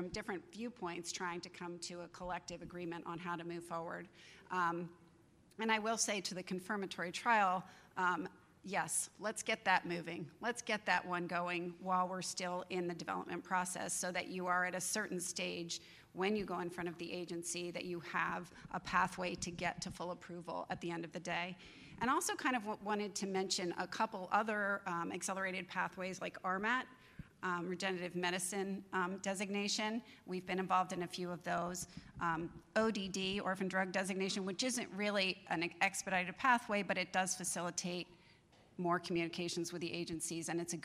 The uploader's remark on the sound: In this session recorded at CMO Summit 2022